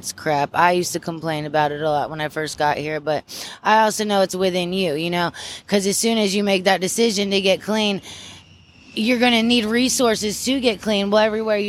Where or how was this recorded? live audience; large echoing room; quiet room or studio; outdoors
outdoors